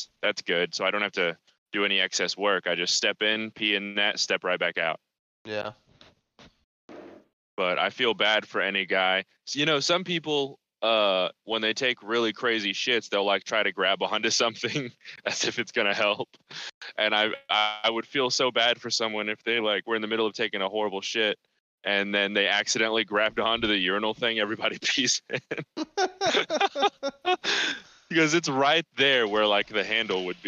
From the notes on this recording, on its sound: Work Phone Call Episode. Record a podcast over discord.